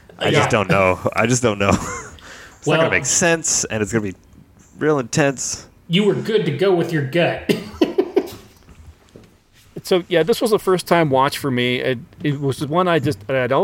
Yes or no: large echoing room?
no